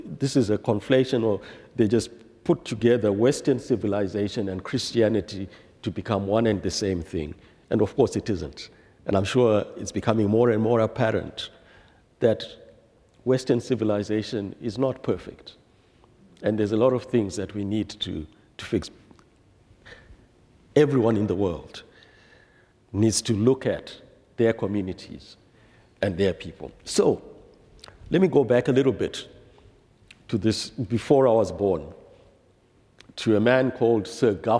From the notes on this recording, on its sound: presented by Asbury Seminary Kentucky Chapel, recorded on Thursday, March 16, 2023 at Asbury Theological Seminary's Kentucky campus